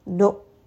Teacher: Nun has a shadda. Hamza is going to have jahar. So you are going to stop abruptly on this letter.